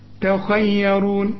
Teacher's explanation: التاء مرققة والياء مرققة، الراء هي المفخمة مع القاف